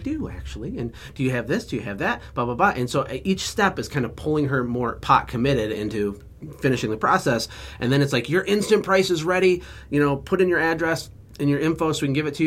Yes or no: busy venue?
no